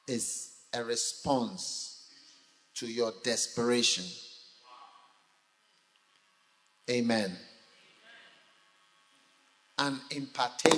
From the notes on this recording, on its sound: Preached at a Healing Jesus Campaign Pastors&#8217; conference in Goaso, Ghana on the 16th of December. Preached at a Healing Jesus Campaign Pastors’ conference in Goaso, Ghana on the 16th of December.